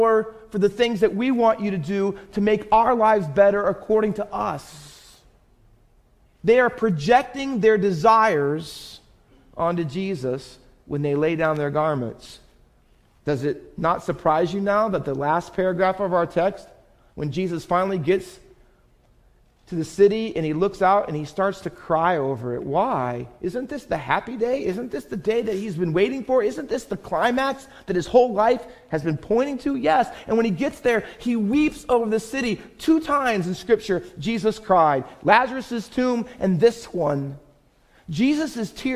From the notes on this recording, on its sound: Faith Baptist Church in Hamilton, NJ.